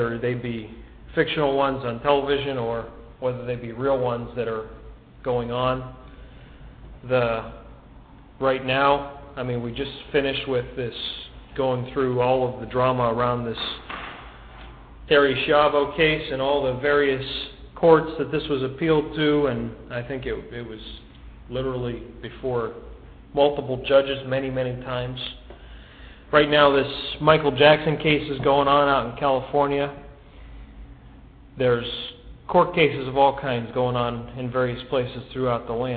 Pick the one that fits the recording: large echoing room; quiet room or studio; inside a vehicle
large echoing room